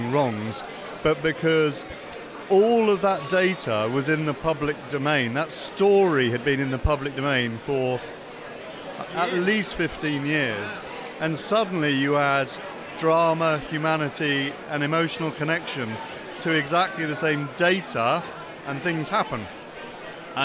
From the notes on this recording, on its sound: Discuss conference highlights from the Queen Elizabeth II Conference Centre in London. Excuse the audio quality being less than perfect amid the hubbub!